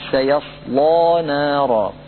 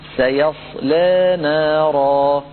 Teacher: تفخيم اللام، ويتعين عليه عدم إمالة الألف بعدها · Shown in: first take